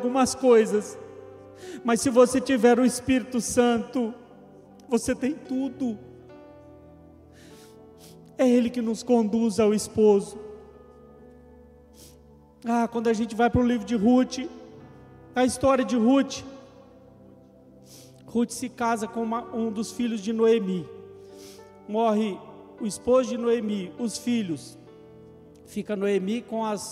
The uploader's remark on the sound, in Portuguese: Gravado ao vivo na igreja.